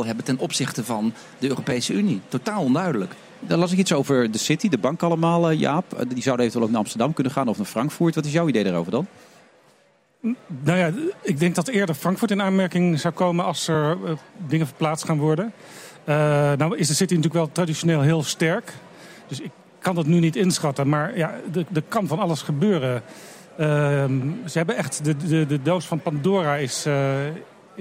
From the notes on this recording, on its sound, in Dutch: We zenden live uit vanaf het CHIO in Rotterdam